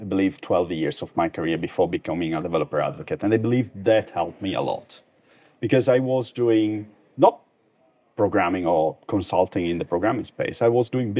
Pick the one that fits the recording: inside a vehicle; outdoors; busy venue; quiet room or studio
busy venue